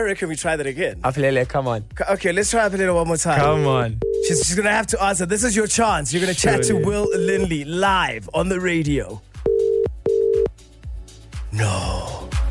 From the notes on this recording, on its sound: Makes super-fan cry with surprise phone call. Live in the studio. They then decided to phone a super fan who won tickets to the concert.